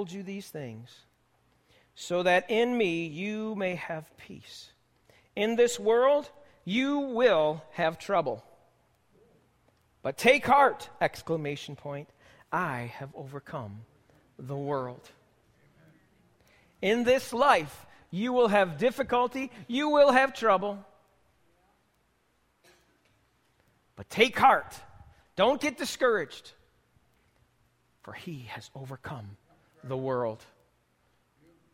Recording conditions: large echoing room